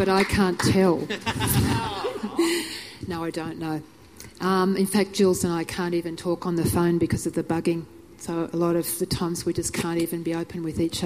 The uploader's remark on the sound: The following is a recording of a panel discussion about Wikileaks that took place at the Splendour in the Grass music festival in Woodford, QLD, Friday, 29 July 2011. The recording is unedited.